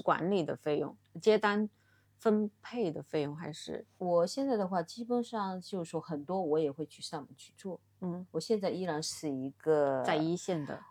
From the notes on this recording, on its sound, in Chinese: 这期先说明可能收音不是太好，大家见谅